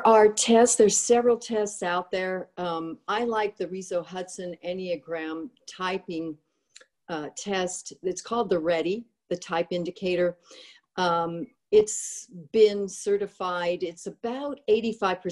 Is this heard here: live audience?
no